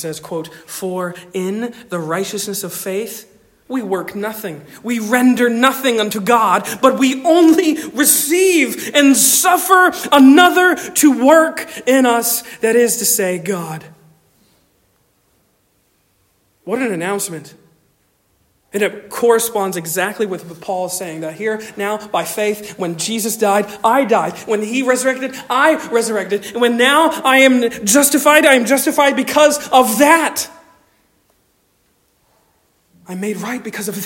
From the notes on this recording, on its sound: Delivered on 5 November 2023 at Stonington Baptist Church, Paxinos, PA. Delivered on 5 November 2023 at Stonington Baptist Church, Paxinos, PA.